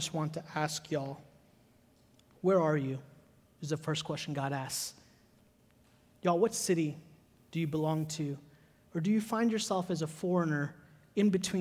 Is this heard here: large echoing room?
yes